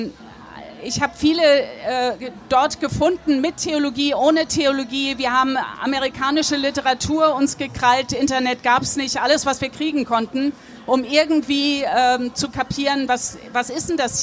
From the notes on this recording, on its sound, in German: spricht live am Nürnberger Kirchentag